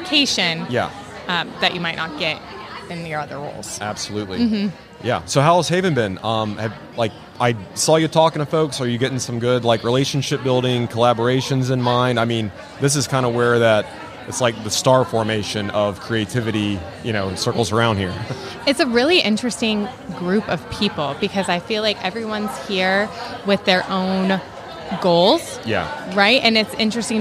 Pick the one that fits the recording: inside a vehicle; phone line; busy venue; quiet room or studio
busy venue